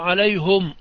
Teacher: حمزة ويعقوب في عليهم قرأ عليهم بضم الهاء وصلا ووقفا